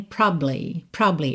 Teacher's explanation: Some, porque é como se você juntasse esses dois B's. Como o A praticamente não aparece, os dois B's se juntam.